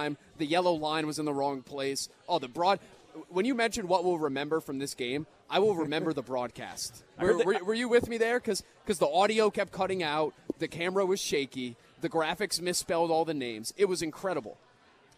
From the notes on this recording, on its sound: live at Monk's in Sun Prairie